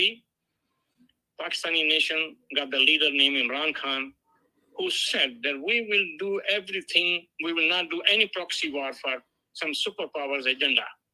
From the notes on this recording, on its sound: Joined Call in interviews.